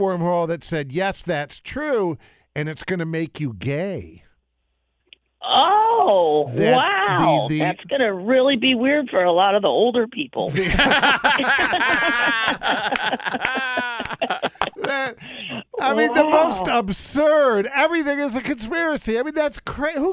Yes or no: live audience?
no